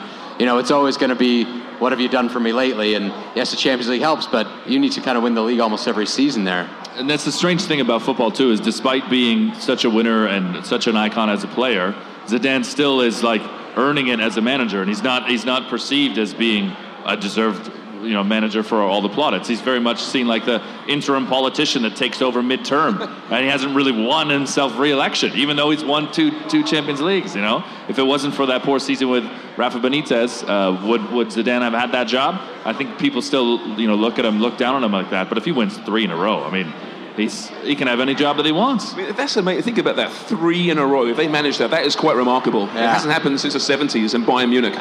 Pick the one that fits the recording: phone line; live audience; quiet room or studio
live audience